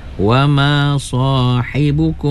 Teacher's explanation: Wama sahibukum, gunnah ya, mim mati bertemu dengan ba, ikhfa syafawi ya, kena didengungkan ya, dua harakat